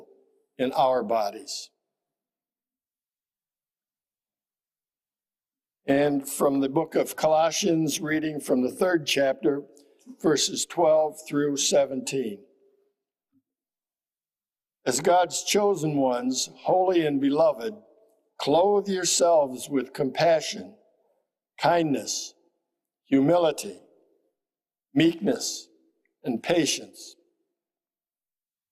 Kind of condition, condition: setting, large echoing room